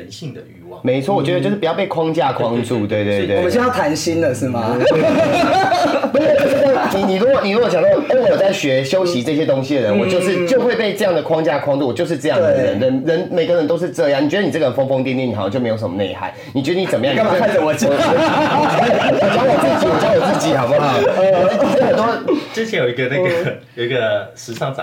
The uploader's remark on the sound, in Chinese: 轉發一段低俗囍劇節目內容錄音。設備問題小雜音 大小聲請見諒。